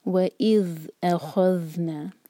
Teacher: ذال پر جب ہم سکون دیکھتے ہیں تو تھوڑا سا ایکسٹرا ٹائم دیا جاتا ہے، تو اس کو جلدی سے نہ پڑھیں.